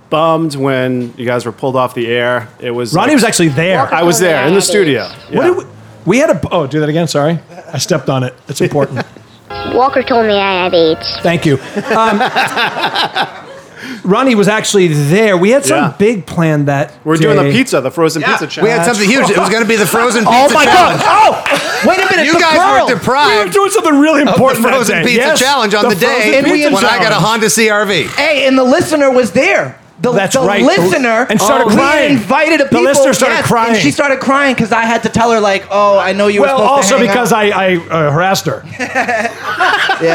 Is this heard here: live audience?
yes